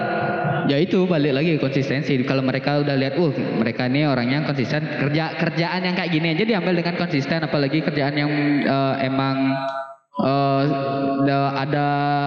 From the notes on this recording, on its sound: Live at Creator Corner by HIPMI Denpasar. Kebetulan live langsung di acara Denfest, kolaborasi dengan HIPMI Denpasar.